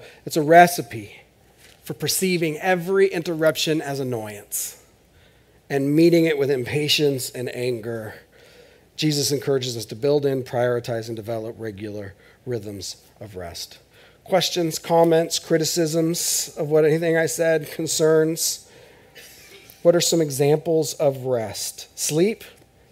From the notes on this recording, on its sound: This is audio ripped from the Live Service video.